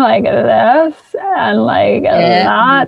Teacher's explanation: So it's talking in the bottom of your pitch range. · Term: vocal fry